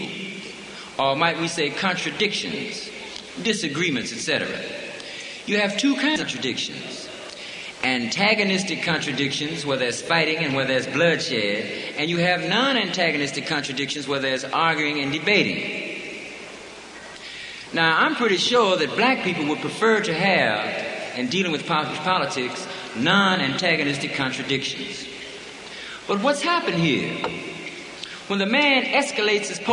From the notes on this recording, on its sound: At Free Huey Rally